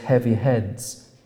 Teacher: those sensitive to the stresses of spoken language will slow up to honour the two accented H's, and accordingly, something of the gravity and mass of the weapon is conveyed.